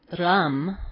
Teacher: the Sanskrit Ram with a rolling R